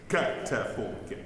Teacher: The G of Göttefunken is really like a K sound, actually.